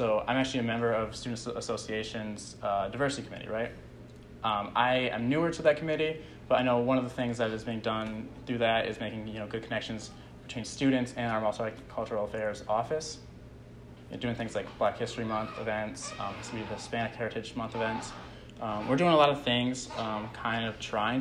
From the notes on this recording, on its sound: leads a discussion at the 2020 Cardinal Leadership Conference